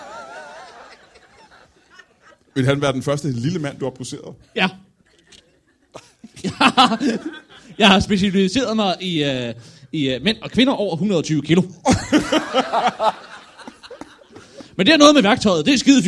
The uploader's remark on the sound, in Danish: LIVE fra Holbæk